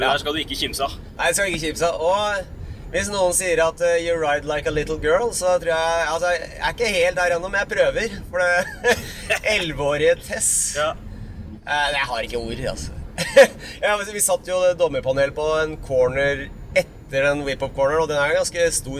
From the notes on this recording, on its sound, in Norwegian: Lydkvaliteten er noe preget av at bilen kjører, men det ble i alle fall en rykende fersk pod!